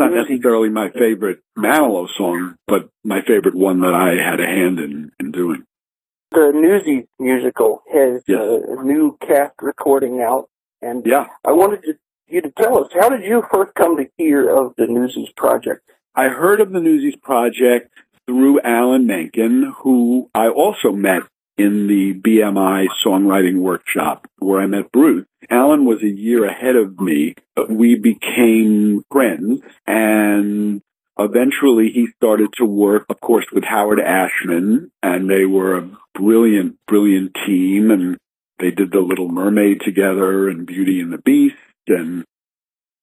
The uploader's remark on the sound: He had a contraption to record phone calls for later radio broadcast. The results varied, but now you know.